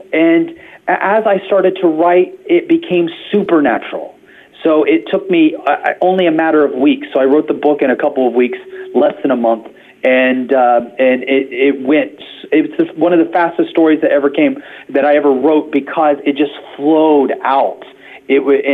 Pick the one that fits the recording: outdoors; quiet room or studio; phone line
phone line